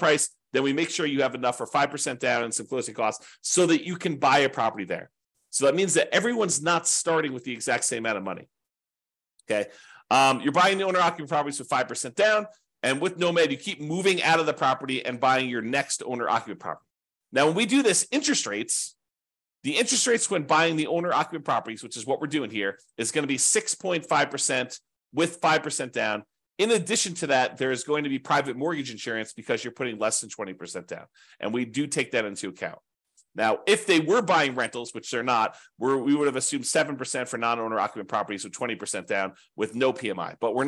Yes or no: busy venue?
no